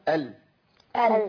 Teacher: اللام بتطلع منين؟ من أدنى الحافة، من أدنى الحافة يعني هنا المنطقة دي.